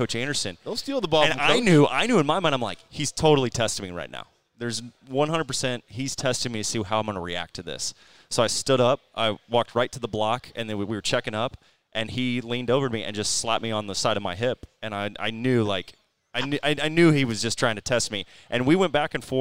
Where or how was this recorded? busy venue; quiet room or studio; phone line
busy venue